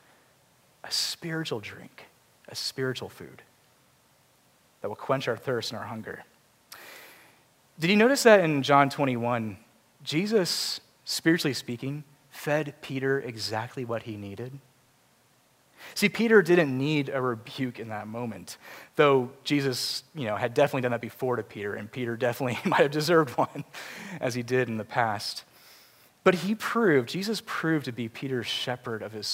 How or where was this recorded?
large echoing room